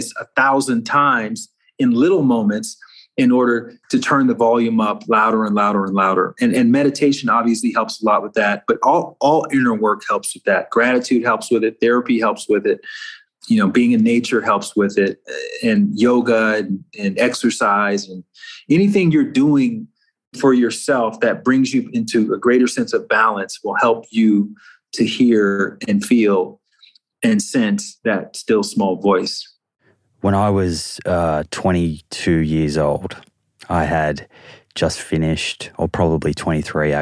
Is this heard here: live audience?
no